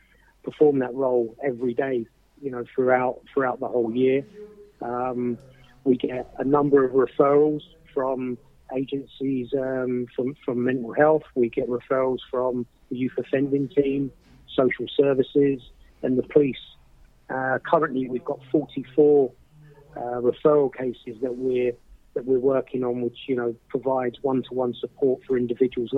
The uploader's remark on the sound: On the phone.